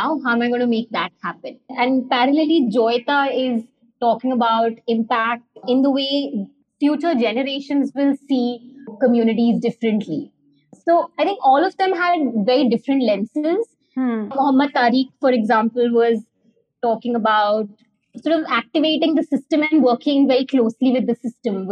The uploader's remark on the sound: This conversation was recorded over Zoom.